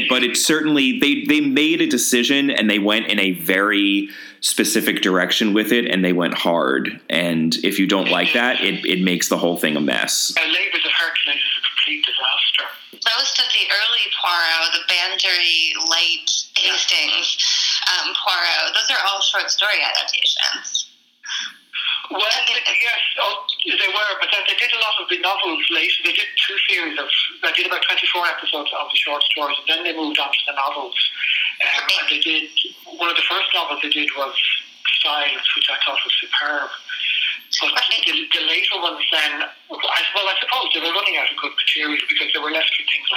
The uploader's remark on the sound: Despite some sound quality issues